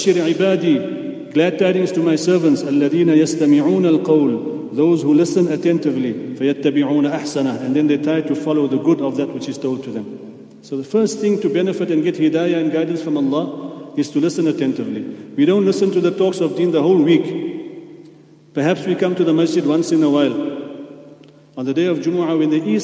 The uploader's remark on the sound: at the Houghton Masjid (West Street)